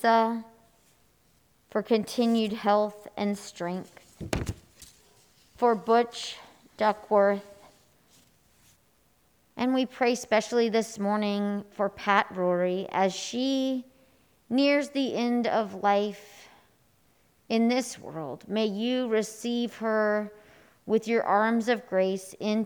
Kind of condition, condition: setting, live audience